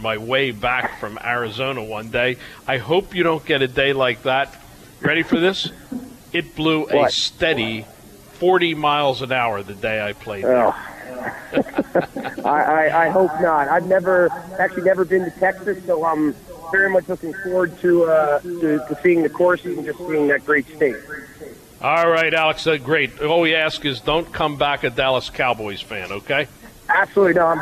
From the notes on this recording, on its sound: This program originated from the Tun Tavern at the Sheraton Atlantic City, NJ.